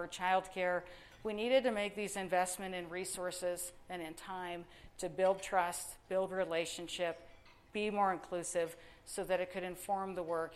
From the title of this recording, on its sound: Live at our Annual Luncheon 2019